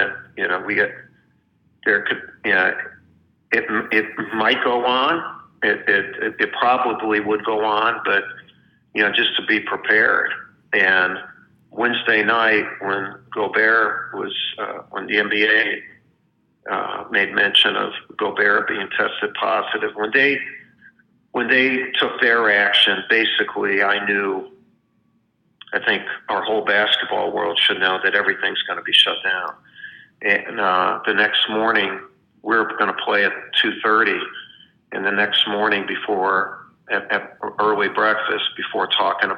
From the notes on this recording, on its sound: spoke over the phone